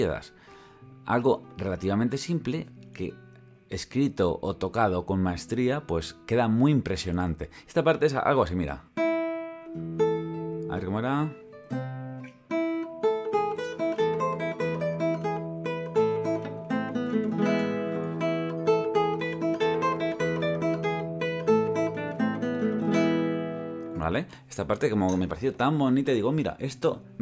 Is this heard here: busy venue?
no